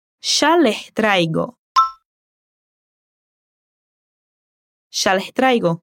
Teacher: Y la S de les queda aspirada.